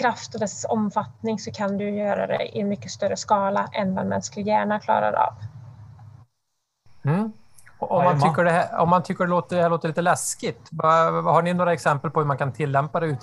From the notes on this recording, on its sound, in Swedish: Vi ber också om lite överseende med ljudkvaliteten i detta avsnitt